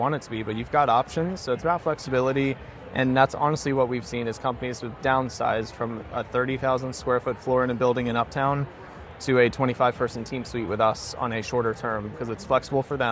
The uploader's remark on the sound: In this episode, recorded LIVE at the Charlotte Area Chamber of Commerce Business Expo 2023, The Charlotte Ledger's team chatted up 8 local businesses for a couple minutes each.